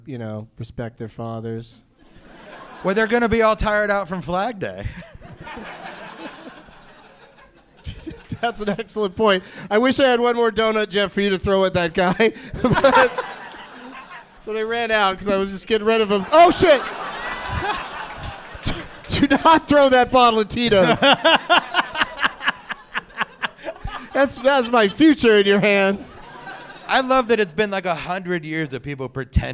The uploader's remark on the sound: Live from The Comedy Zone in Charlotte